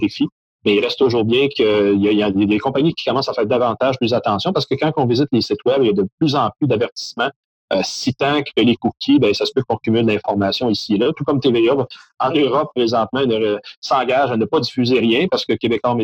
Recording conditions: video call